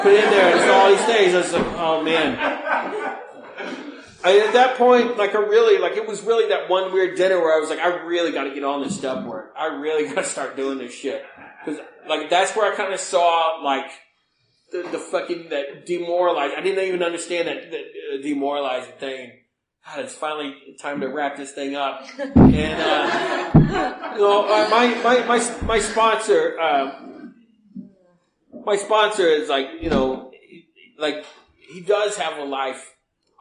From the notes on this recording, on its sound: recorded in 2009 at the North Oakland AA Open speaker meeting held in Oakland California